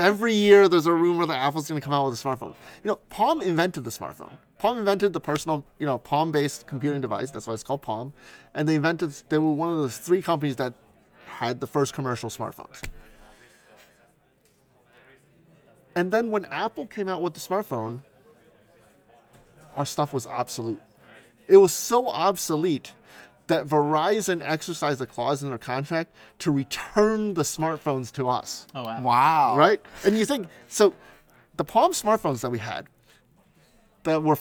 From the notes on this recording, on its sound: The audio quality of this episode may not be up to our usual standards, as the interview was conducted in the lively and bustling environment of a hackathon lobby.